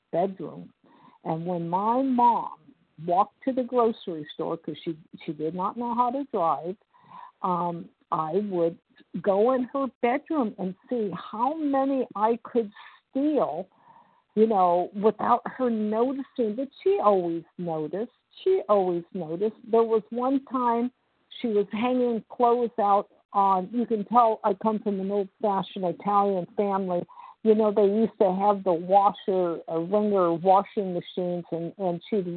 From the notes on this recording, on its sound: 100 Pounders Phone Meeting.